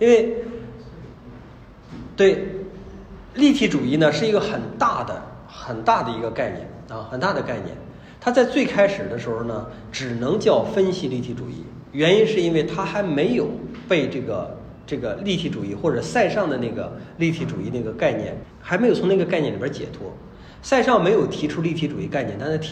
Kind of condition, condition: setting, live audience